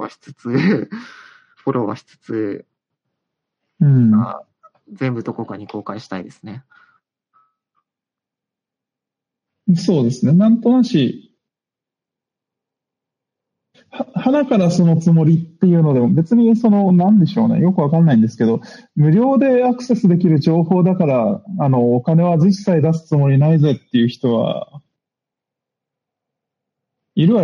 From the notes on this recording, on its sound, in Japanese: Discord上での収録です。